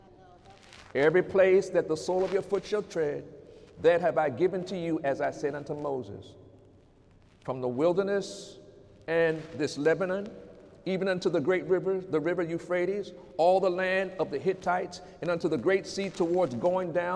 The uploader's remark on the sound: During Sunday morning service on January 6, 2018